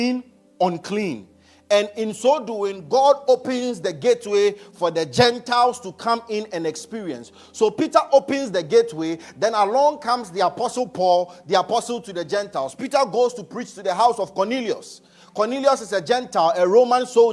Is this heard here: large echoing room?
yes